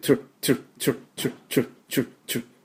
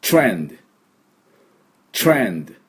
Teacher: 音がですね、お、ミエーの音なんですね。だから、ファッション、ファッション。で、SH の音はうるさいよっていうときの、シーっていう音です。これもしっかり出してください。ね、これも曖昧だとちょっとかっこよさが半減しますんで、だからファッション、ファッション、こういう感じで発音していただきましょう。それでは私の後について発音いきましょう。いきますよ。ファッション、ファッション、いいですね。で、次、今度はトレンド、トレンドもこれですね、ダブルシーンが入ってます。いきなりだから TR はですね、レでなくて、チュッチュッチュッチュッチュッチュッチュッ。これがポイントです